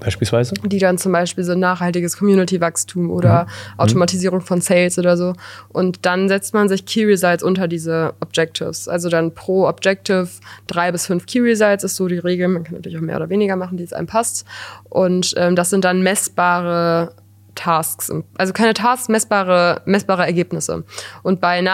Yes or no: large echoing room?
no